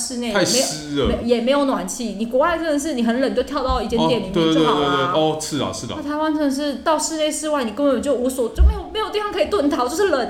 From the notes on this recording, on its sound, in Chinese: 本集白噪音指數：蚊風級 1/5。錄音地點： 某某咖啡 - MOMO Coffee Bistro。